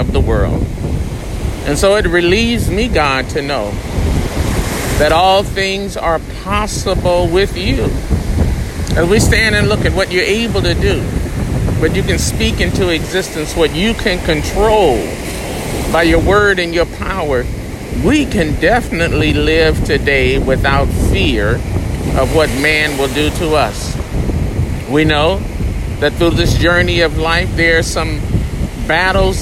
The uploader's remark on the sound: A Prayer for You from the Beach in Southern California. Experience the sound of the wind and the waves as I lift my heart to God in prayer on the beach.